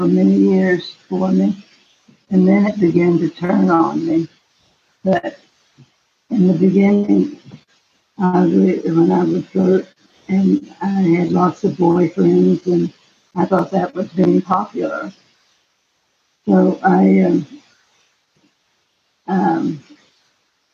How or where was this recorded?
video call